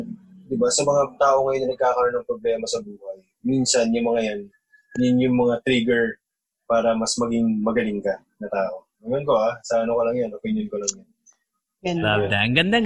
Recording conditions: poor sound quality